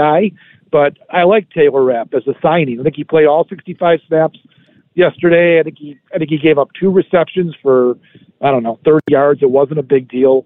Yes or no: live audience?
no